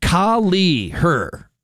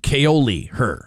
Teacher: equal emphasis on both syllables · Shown in: first take